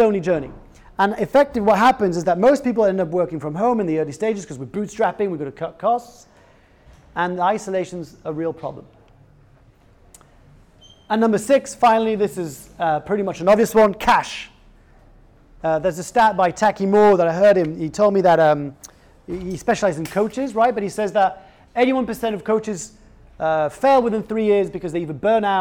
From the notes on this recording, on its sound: sold out live talk at General Assembly